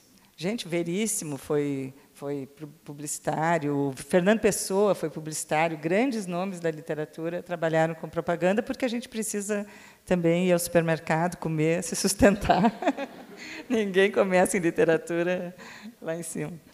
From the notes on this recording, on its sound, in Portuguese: foi gravado durante a 38ª Feira do Livro de Bento Gonçalves/RS